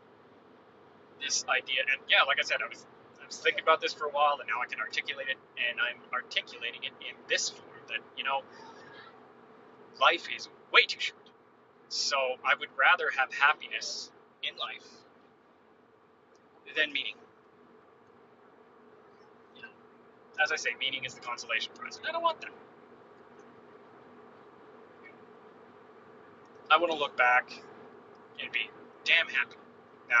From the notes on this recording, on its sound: What’s with the Rumble strips?! I’m on the road. Sorry about the noise.